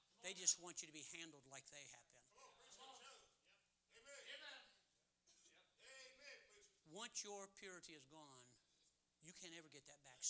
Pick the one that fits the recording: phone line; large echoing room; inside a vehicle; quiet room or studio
large echoing room